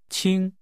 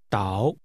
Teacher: The name is pronounced with a high level tone, 青, and a falling rising tone.